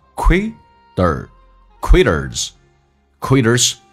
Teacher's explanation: 美式发音当中 T 要被浊化发 D 这个发音，因为两个元音中间所加的辅音要被浊化